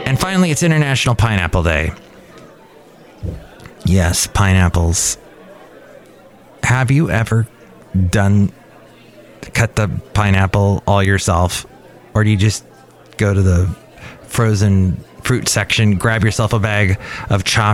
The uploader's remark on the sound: podcasts live from Café Anyway